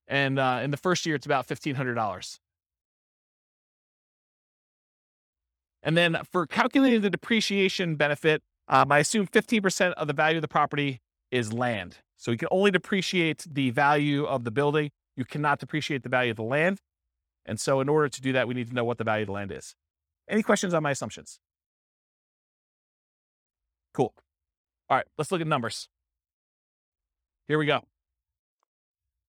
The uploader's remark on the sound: Sterling Heights, Michigan. This was a live class recorded.